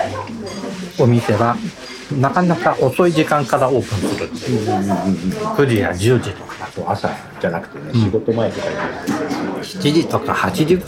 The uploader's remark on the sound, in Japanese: ロケ収録 モーニングを求めて名古屋駅西を歩く。